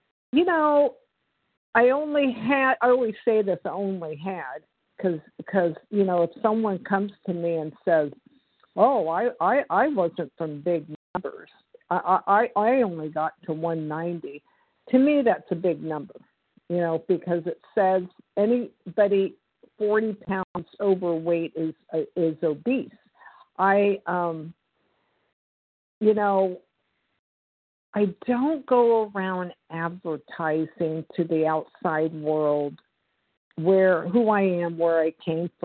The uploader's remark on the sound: the 100 Pounders Phone Meeting